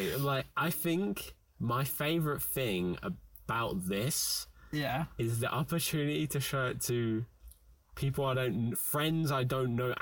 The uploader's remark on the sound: APOLOGIES FOR THE AUDIO QUALITY